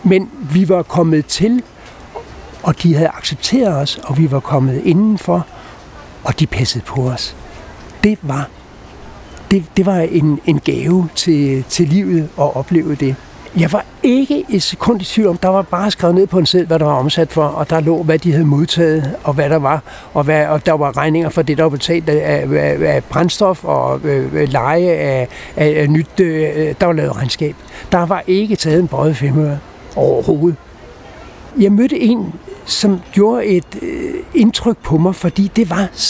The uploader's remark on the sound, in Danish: Optaget på Nimb Bar, Tivoli, København.